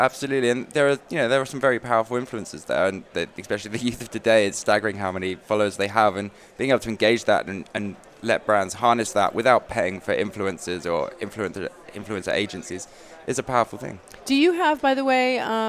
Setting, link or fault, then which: setting, busy venue